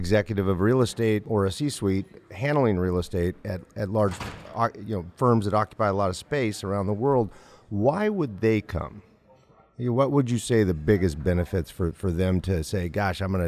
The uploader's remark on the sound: Live at IAMC Spring Conference